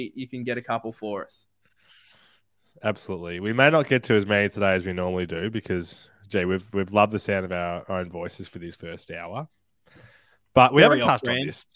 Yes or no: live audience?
no